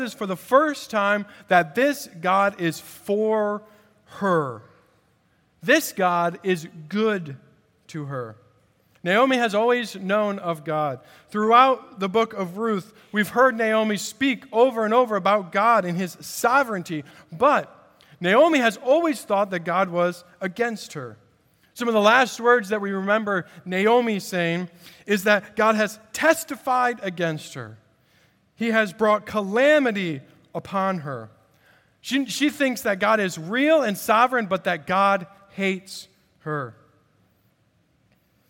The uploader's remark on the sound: At Redeemer Presbyterian Church in Charleston, SC